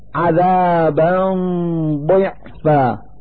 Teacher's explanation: في هذا المثال فتحتان على الباء من كلمة عذابا، نلفظ هاتين الفتحتين نونا ساكنة من مخرج الضاد من كلمة ضعفا